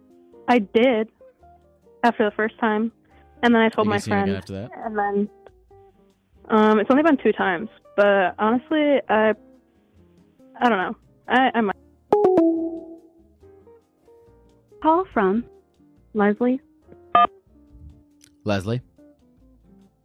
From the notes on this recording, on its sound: Every call in this episode lasts only 1 minute.